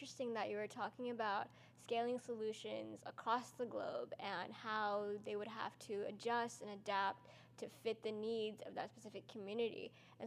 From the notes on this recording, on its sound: tune in live from Austin, TX at the SXSW 2022 Live Podcast Stage!